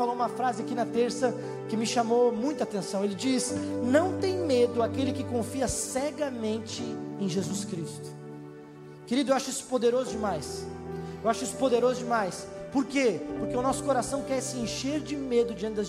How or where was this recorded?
large echoing room